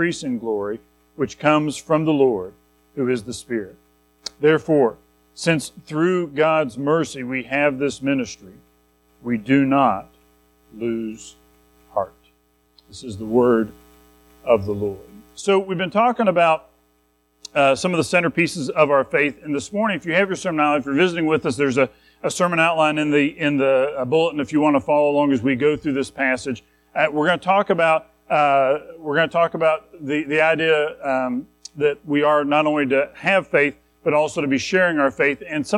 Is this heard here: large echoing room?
yes